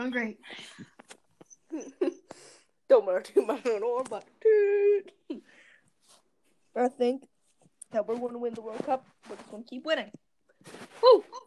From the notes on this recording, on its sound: Sorry for the audio mess up.